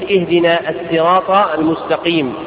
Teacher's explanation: فيقرأها بالسين كما قرأ قنبل عن ابن كثير من طريق الشاطبية